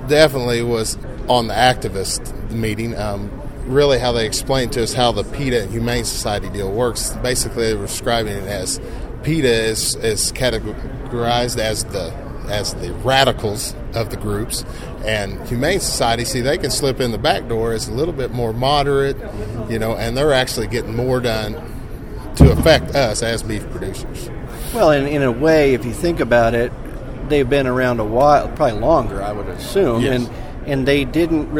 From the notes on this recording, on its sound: done at last week's Cattle Industry Convention in Reno